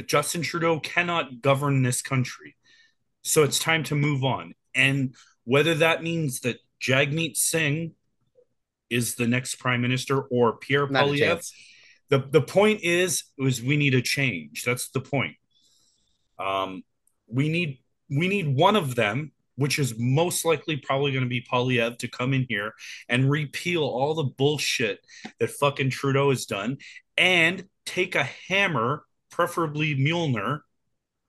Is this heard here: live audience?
no